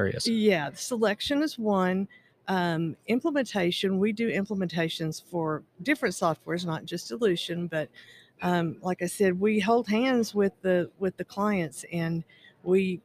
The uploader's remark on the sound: Live from Ellucian Live 2022. Recorded LIVE & in-person at the Ellucian LIVE Conference 2022.